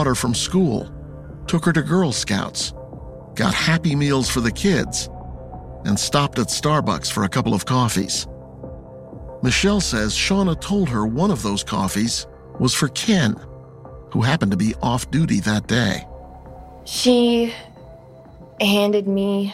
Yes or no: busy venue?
no